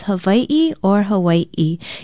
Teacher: It should be spelled with an okina or glottal stop between the two letters I and pronounced either as Hawaii or Hawaii.